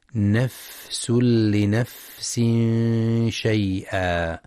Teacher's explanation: وينتبه لهمس الفاء والسين